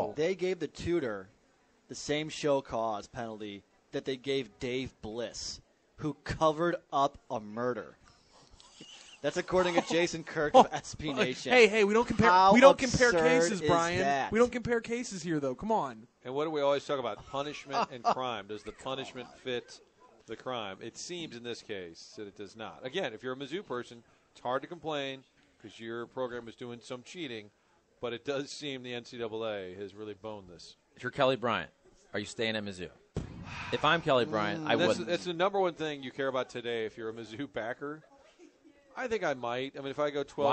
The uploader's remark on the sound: broadcasting live from Schnucks off Lemay Ferry